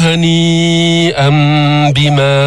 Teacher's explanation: قلبنا التنوين اللي هو نون ساكنة عند الباء، تقلب النون الساكنة ميما عند الباء · Term: إقلاب